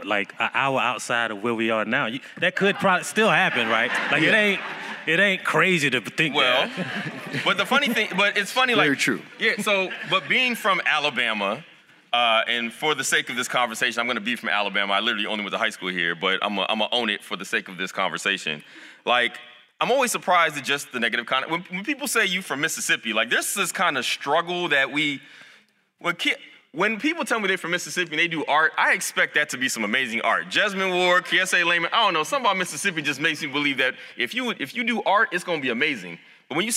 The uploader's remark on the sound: Recorded live in Birmingham, Alabama, at the National Association of Black Journalists conference.